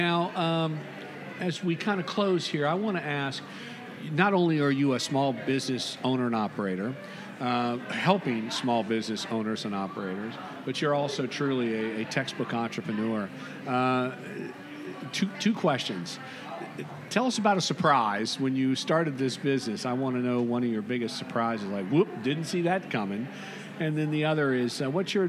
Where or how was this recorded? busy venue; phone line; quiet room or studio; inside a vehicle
busy venue